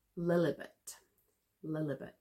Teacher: So two L's. We're very quickly taking your tongue off and putting it back again.